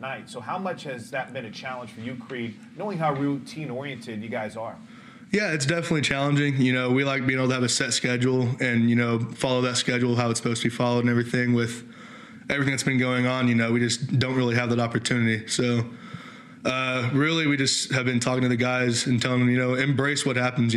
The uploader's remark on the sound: the Huddle Reloaded LIVE form Rudy's